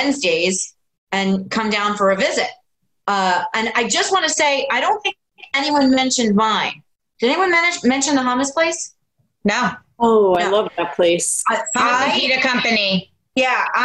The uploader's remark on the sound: Live from Home. Moderate a virtual panel.